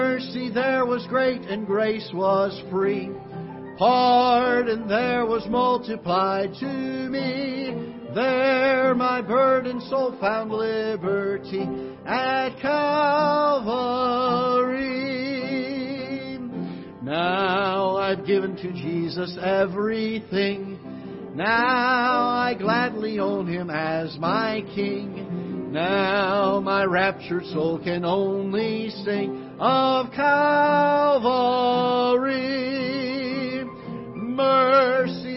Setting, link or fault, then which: setting, large echoing room